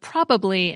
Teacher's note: The pronunciation of probably as probably likely arrives from a process called weak syllable elision or deletion. The weak second syllable in probably is often deleted in speech.